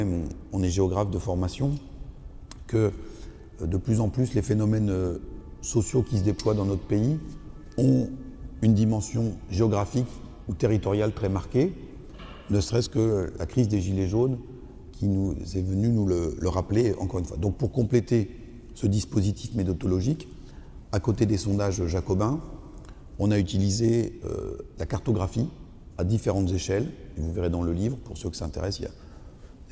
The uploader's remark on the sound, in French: Une conférence organisée par la librairie Jean Calvin et l'Église protestante unie de l'Etoile.